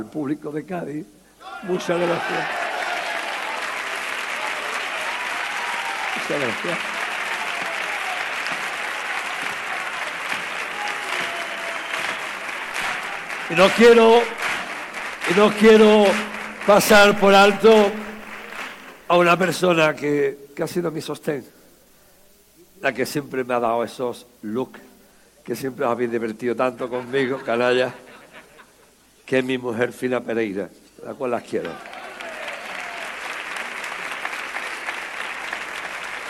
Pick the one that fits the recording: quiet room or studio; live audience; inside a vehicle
live audience